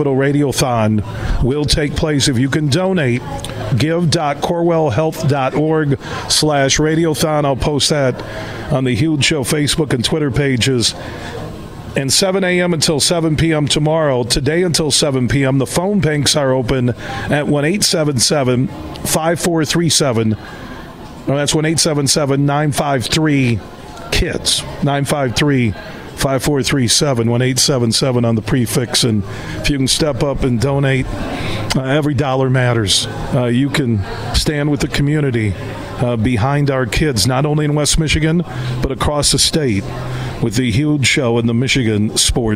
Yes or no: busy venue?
yes